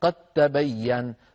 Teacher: نحول الدال إلى تاء وندغم التاء في التاء فيصير النطق بتاء مشددة